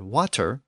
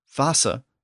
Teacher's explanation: that shift from the W sound at the beginning to the V sound at the beginning, that was an even later sound shift within German. · the modern English word water with the T sound in the middle with the modern German word Wasser with the S sound in the middle